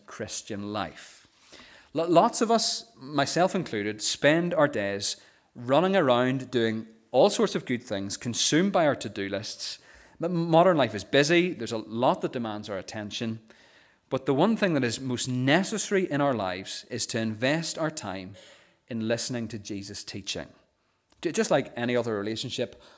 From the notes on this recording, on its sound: the recording of the Bible reading and sermon from our morning service on Sunday 22nd October 2023